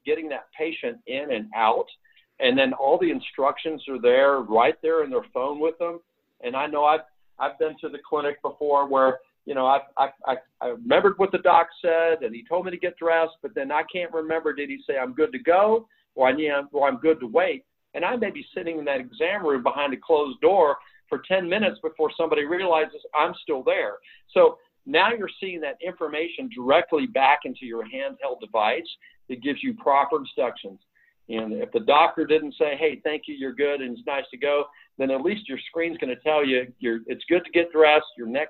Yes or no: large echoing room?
no